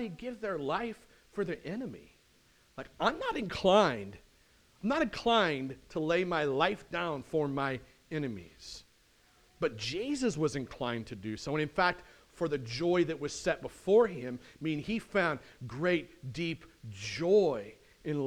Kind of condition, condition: setting, large echoing room